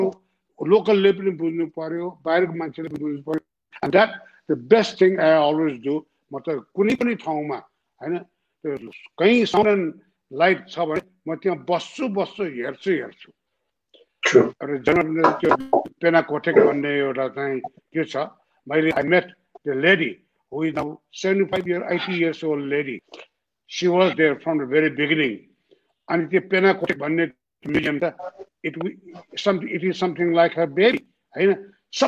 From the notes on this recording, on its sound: Zoom Seminar